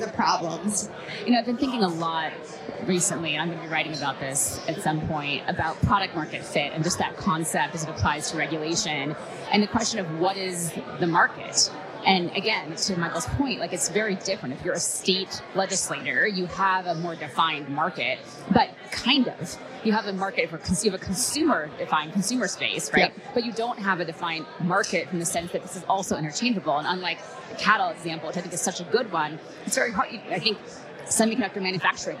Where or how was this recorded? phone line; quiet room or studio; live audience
live audience